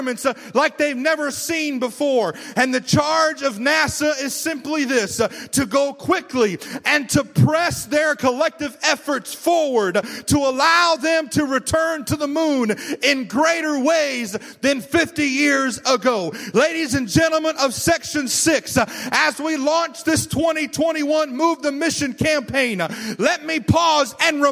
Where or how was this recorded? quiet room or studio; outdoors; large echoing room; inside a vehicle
large echoing room